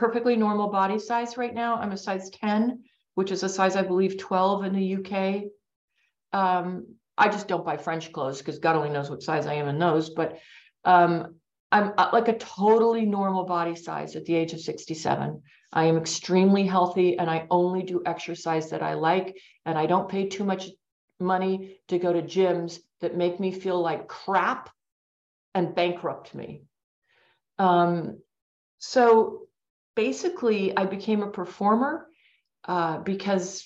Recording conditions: video call